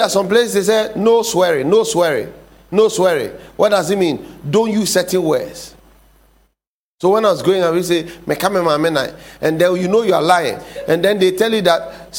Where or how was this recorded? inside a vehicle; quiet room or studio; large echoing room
large echoing room